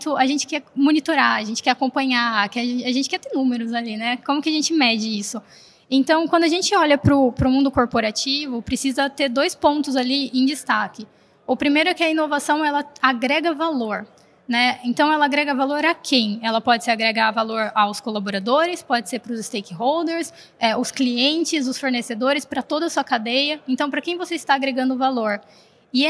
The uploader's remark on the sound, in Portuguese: Realizado ao vivo no Siemens Innovation Forum 2022.